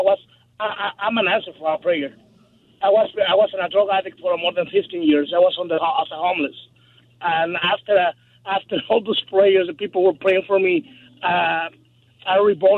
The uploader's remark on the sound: Open Phone Friday